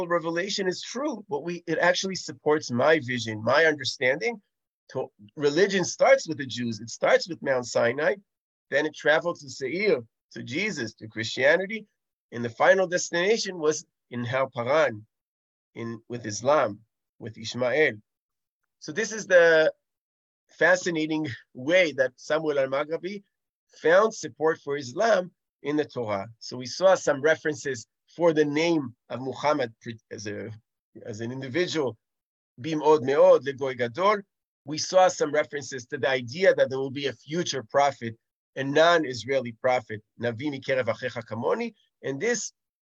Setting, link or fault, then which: link, video call